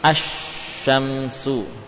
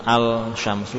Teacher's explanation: Mana yang alnya diidghamkan seperti asy-syamsu, bukan al-syamsu tapi asy-syamsu. · Shown in: first take